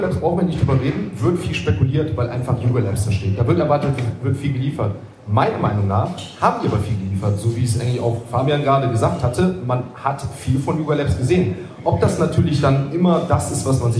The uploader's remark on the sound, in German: Live Event aus Stuttgart